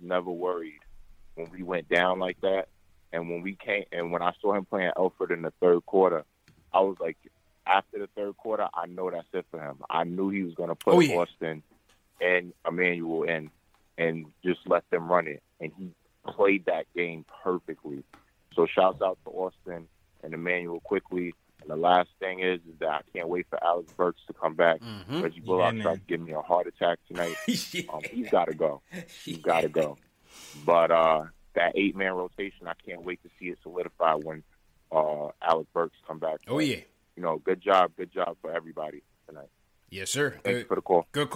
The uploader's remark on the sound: take live phone calls from fans around the world